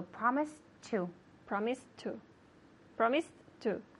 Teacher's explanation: since it's a T and a T, we can just put it together so that it sounds like one word · Term: link the sounds